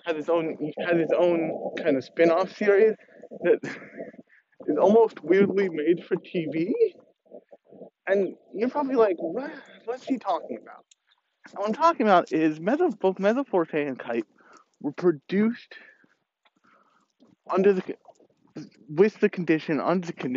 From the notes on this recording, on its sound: Let’s go for a walk and talk